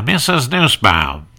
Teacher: first we have to do it in the nasal sound of Fred Allen